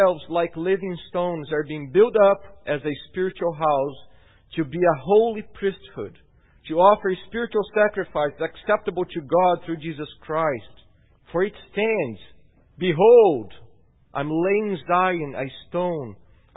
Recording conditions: large echoing room